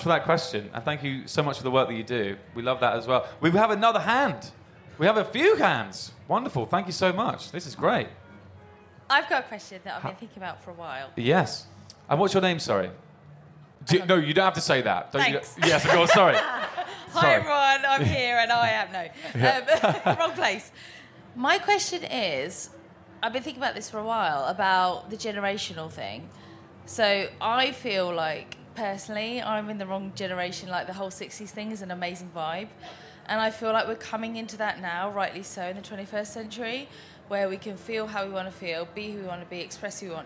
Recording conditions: live audience